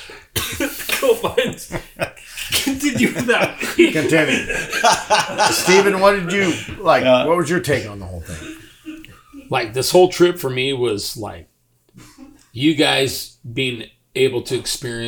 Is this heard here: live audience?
no